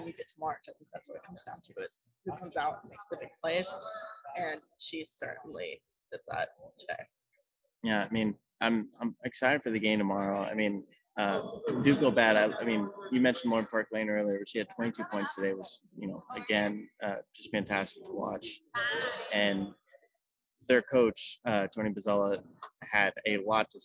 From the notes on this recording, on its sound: Coming to you live from the Big East tournament this week!